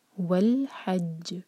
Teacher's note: جیم قلقلہ والا لیٹر ہے اور اس کا شدہ بھی واضح کرنا ہوگا